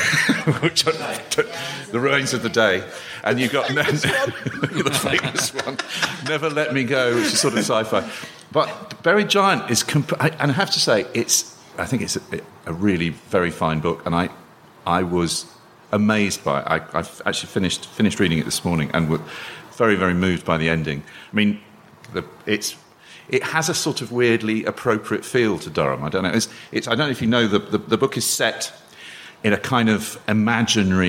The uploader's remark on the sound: recorded earlier this year live at the Durham Book Festival